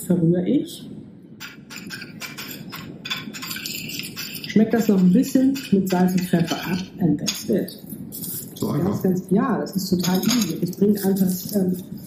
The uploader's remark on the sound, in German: SORRY für die Tonqualität! Wind und Meer Lautstärke unterschätzt und dann hat auch noch das Mikro rumgezickt.